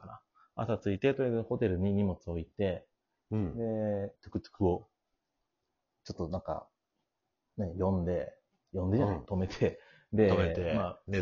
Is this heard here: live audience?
no